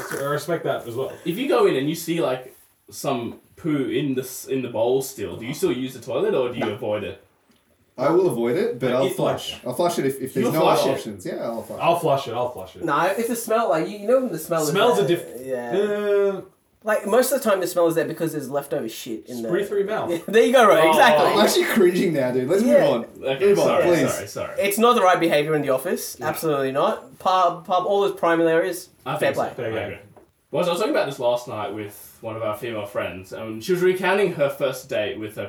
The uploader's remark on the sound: Our episode starts with an apology this week as our audio is completely scuffed throughout as well having to scrap our usual weekly wrap up segment.